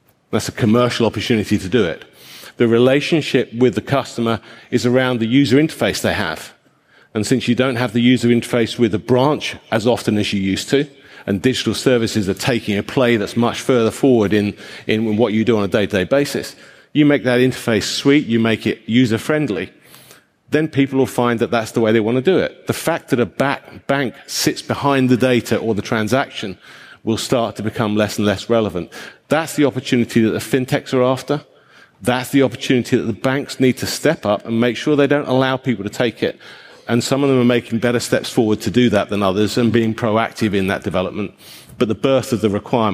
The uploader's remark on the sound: Live from Xerocon. This week's special edition of Fintech Insider Insights was recorded live at Xerocon 2017 from London's Excel Centre.